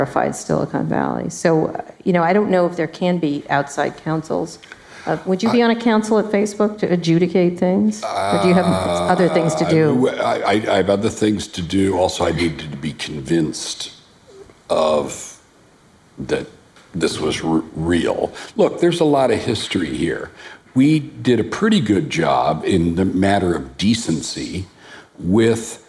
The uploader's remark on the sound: In this live conversation recorded at Harvard University's Kennedy School of Government.